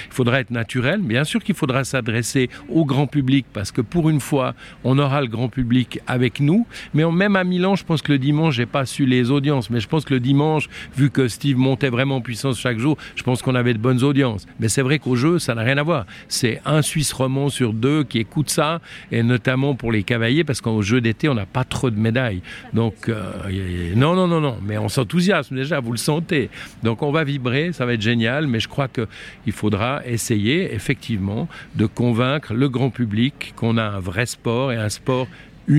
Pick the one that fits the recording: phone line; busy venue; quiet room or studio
busy venue